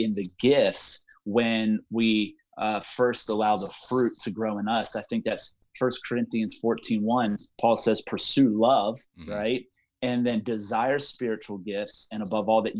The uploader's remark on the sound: Location: Zoom Convocation. We’re doing zoom Conversation.